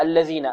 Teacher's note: الذين هم عن صلاتهم ساهون، الذين كذلك الذال هنا معجمة، معجمة نخرجها من ماذا؟ من مخرجها، من طرف اللسان مع طرف الثنايا العليا.